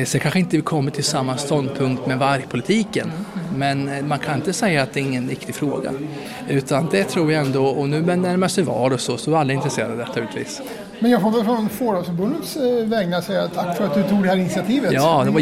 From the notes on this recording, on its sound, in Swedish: Fårets dag i riksdagen. Inslag inspelade på plats.